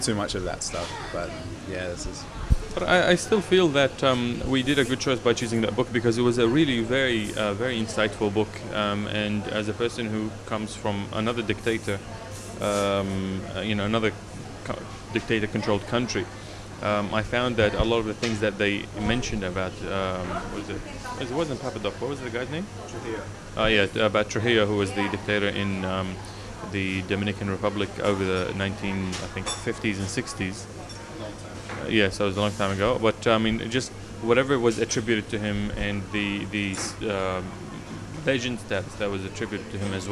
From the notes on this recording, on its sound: This show we go out in the field (and over the phone sometimes) to interview a few of the book clubs around Sydney.